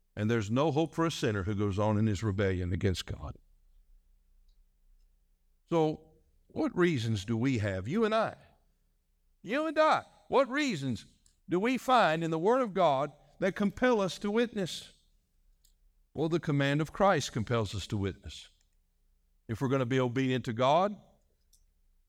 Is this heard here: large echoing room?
yes